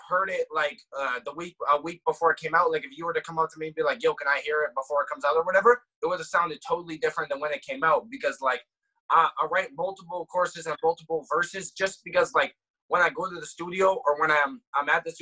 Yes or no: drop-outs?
yes